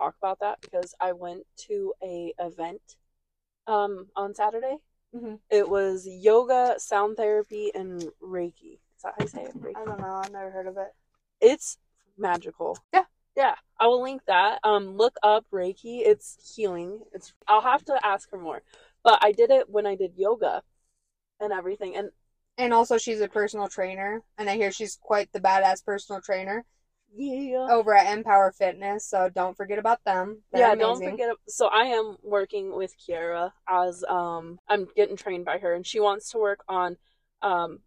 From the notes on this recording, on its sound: Our mics were not the best in this episode so we apologize in advance!